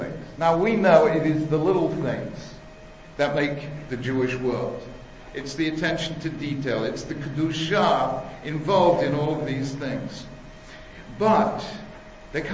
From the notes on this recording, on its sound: delivered at Yeshiva University